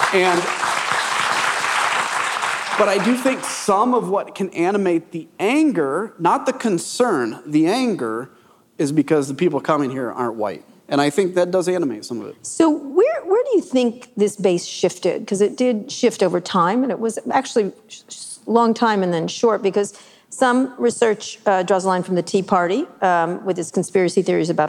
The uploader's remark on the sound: This conversation was taped live at the Texas Tribune Festival on September 22, 2023.